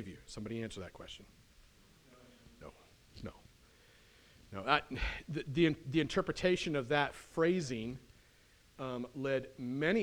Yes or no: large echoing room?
yes